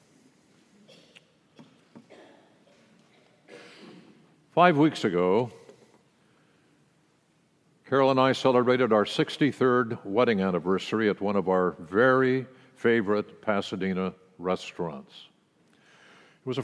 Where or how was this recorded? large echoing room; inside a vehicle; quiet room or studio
large echoing room